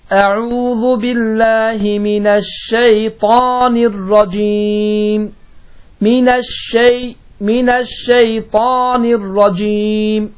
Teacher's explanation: şin hərfi Azərbaycan dilində olan ş səsinin bir az qalın formasıdır